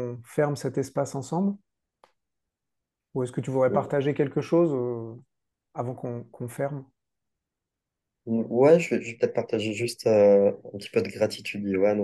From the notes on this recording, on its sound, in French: Nous l'avons enregistré début 2023 à distance.